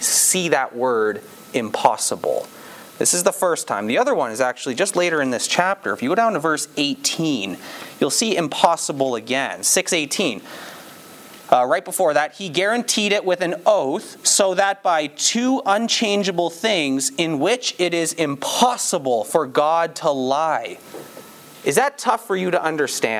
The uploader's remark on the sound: This sermon was preached at on October 9, 2022, at Campbell Baptist Church, Windsor, ON.